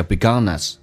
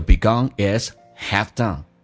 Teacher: begun 跟 is 连不连取决于速度，快一点叫 beginness，不连就 begun is halfdone